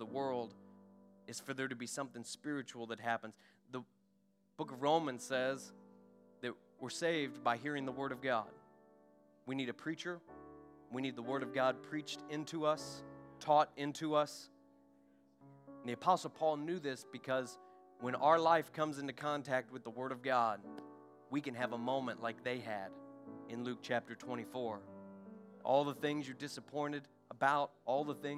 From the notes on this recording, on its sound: During our Sunday morning gathering on April 23, 2023. We are an Apostolic, Pentecostal church located in Poplar Bluff, Missouri.